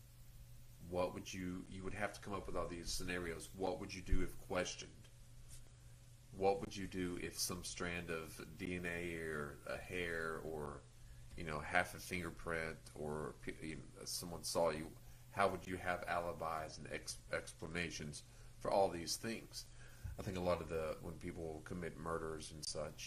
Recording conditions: uneven or low level